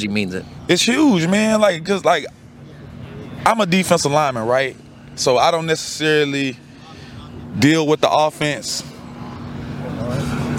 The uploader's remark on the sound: LIVE at the 110th Grey Cup in Hamilton